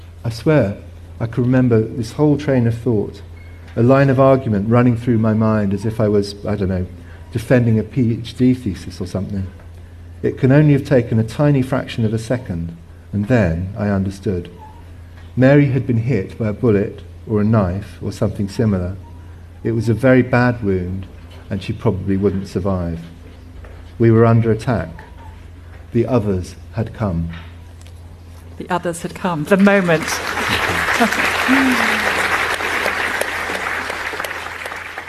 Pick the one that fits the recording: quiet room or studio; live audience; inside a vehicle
live audience